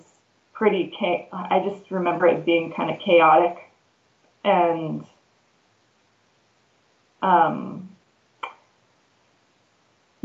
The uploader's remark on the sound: Freedomain Call